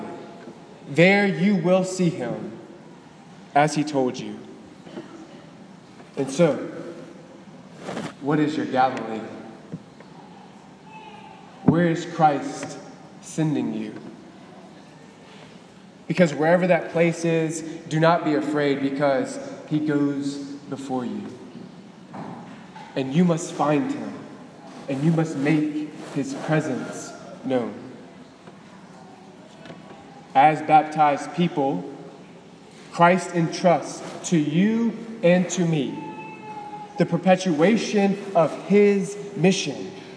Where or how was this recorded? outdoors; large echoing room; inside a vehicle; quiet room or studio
large echoing room